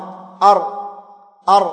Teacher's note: من طرف اللسان مع ما يحاذيه من اللثة · Term: الراء